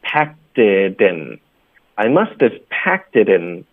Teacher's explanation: It 也跟后面的 in 会连读。Packed it in.